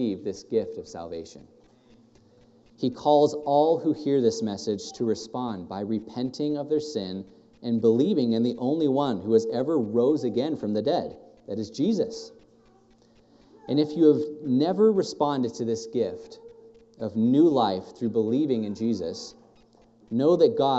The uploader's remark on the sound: thank you for this morning that we can all gather within this building and be able to hear your word preached